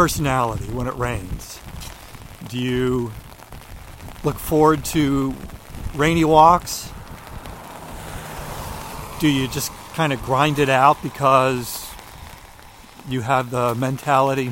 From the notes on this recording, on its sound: During today's ten-minute walk